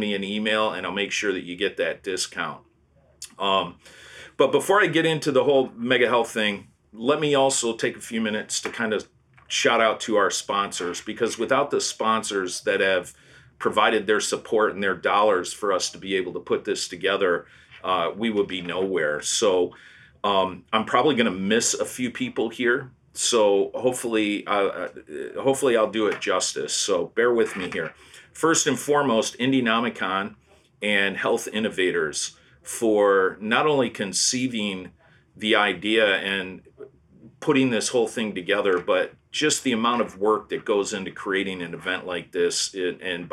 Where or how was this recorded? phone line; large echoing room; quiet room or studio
quiet room or studio